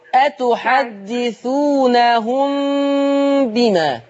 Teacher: اي ميم ما عليهاش تشكيل وياتي بعدها حرف الباء، قربي الشفتين خلاص واعملي غنه